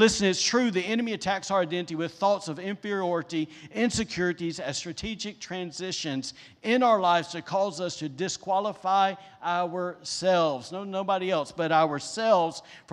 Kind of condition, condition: setting, large echoing room